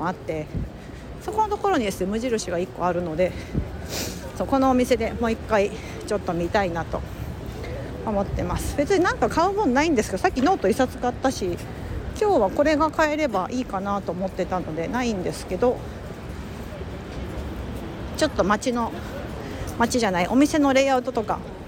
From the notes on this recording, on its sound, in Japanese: 雑談LIVEニューヨークを歩きながら、たわいもない話。